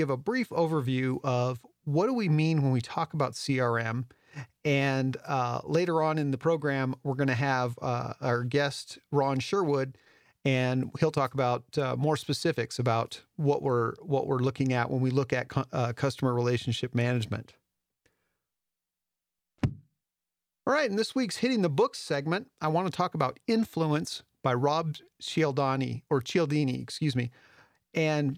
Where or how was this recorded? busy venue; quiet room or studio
quiet room or studio